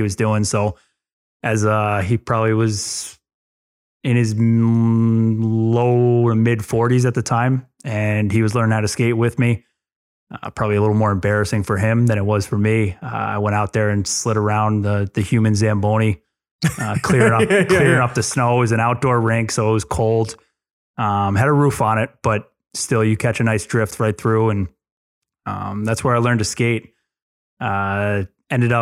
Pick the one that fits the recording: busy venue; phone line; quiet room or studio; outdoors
quiet room or studio